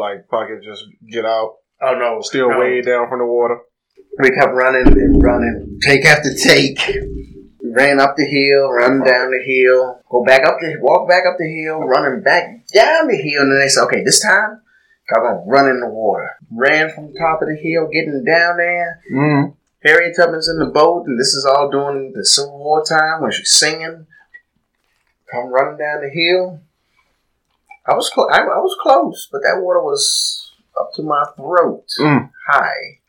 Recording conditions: poor sound quality